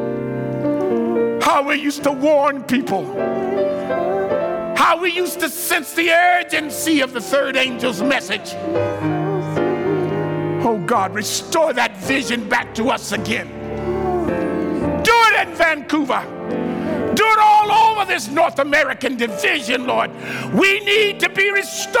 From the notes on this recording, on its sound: Tuesday night's main session at the 2023 Propel Conference